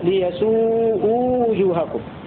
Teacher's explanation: وضم الهمز والمد عدلا سما، أي قرأ حفص وأهل سما بضم الهمز وبعدها واو ضمير الجمع هكذا ليسوء وجوهكم، هكذا يقرأ حفص وأهل سما.